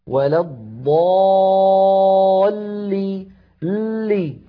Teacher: اللام أيضا في كلمة ولضالين مشددة، تتألف من لامين، اللام الأولى بين الرخوة والشديدة، زمنها يحتاج إلى جريان ضئيل، مساو للحم، ولضالي لي، لامان، هذه اللام الأولى، لي هذه اللام الثانية.